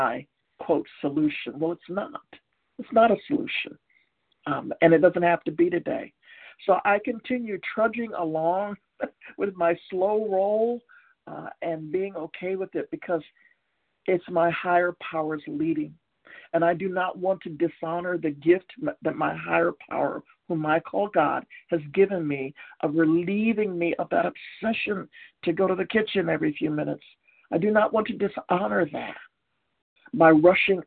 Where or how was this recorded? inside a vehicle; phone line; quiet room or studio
phone line